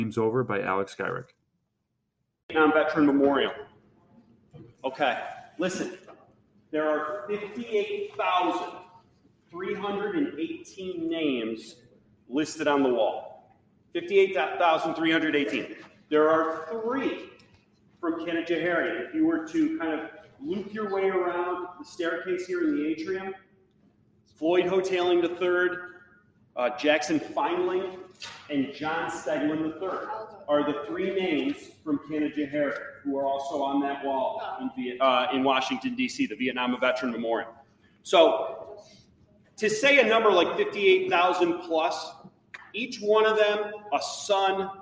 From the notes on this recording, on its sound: Gave a moving and profound presentation to a group of students, staff, and family in April and we are happy to present the audio to you today!